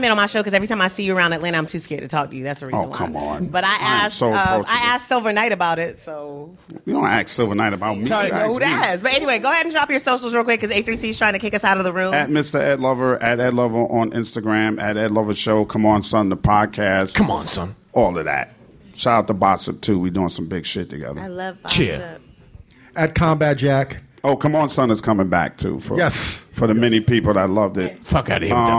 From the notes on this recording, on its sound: The LSN Podcast Panel Live From A3C. We present the Loud Speakers Network panel live from A3C.